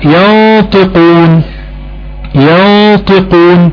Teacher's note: زي ينطقون، عندها نون ساكنة وراء حرف الطاء، الطاء من حروف الاخفاء، حكم النون اخفاء حقيقي، مع غنة مقدارها حركتين، يبقى عندنا حرف الغنة النون هيبقى فيه كمان التفخيم عشان وراء حرف الطاء